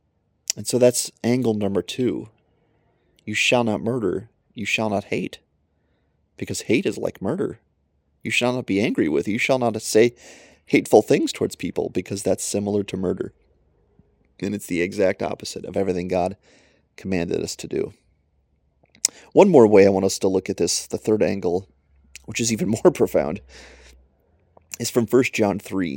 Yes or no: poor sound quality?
no